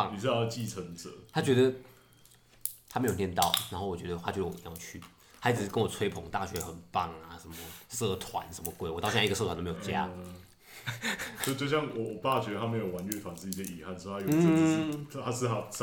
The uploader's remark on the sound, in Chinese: 本集嘗試邊嗑瓜子邊錄音